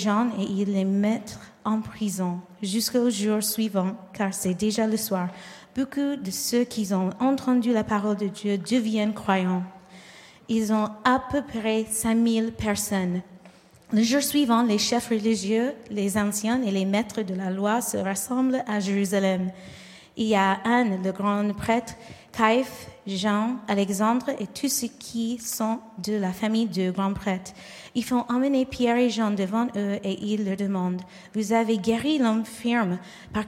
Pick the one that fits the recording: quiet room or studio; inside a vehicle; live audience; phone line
live audience